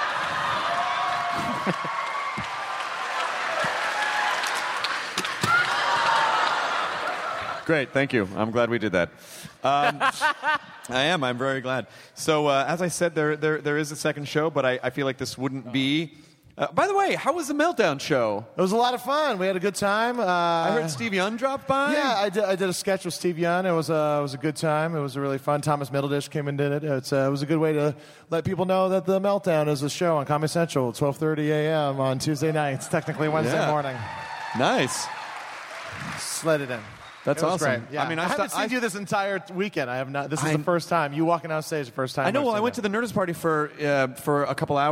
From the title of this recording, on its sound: Live from SDCC